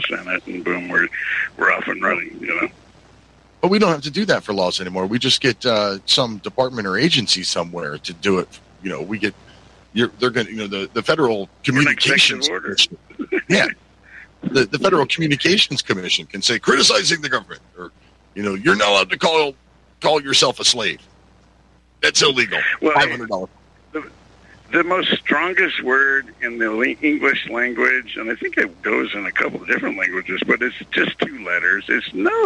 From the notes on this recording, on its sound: Your Phone Calls!